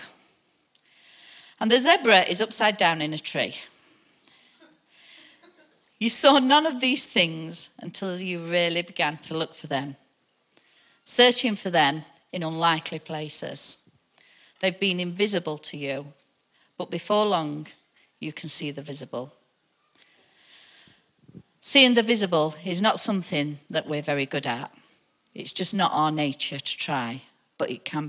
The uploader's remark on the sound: Recorded live at the Chesterfield Campus this is the message from the morning service on the 30th June 19.